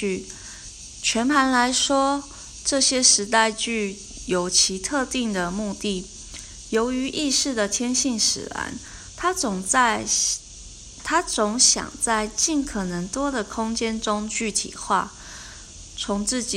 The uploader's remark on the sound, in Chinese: 今天的背景聲音是蟬鳴，原來今天錄音剛好是夏至。